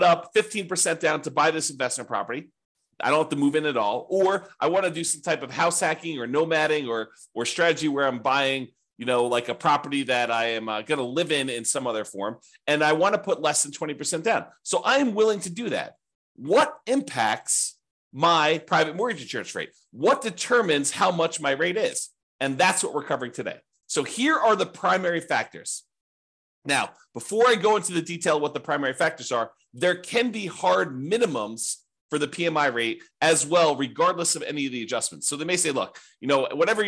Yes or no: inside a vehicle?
no